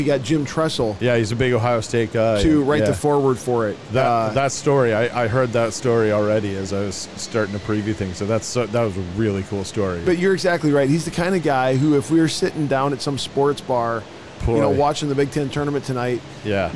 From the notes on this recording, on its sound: LIVE from NRB 2022!